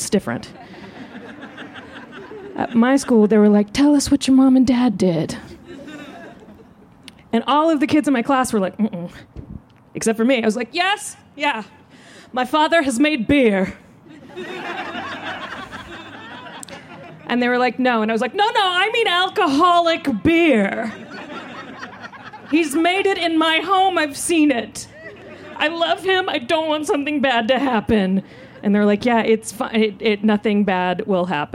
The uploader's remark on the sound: This story was recorded live, outdoors at Buntport Theater.